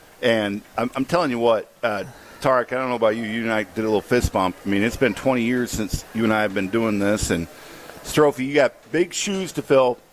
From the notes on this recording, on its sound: live from The Great Dane in Fitchburg.